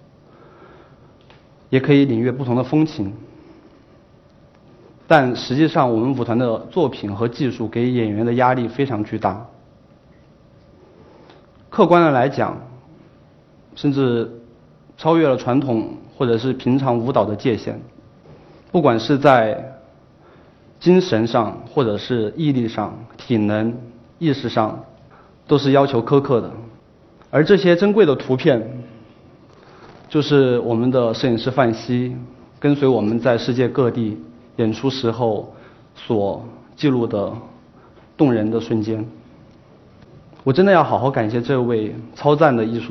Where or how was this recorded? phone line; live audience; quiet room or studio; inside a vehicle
live audience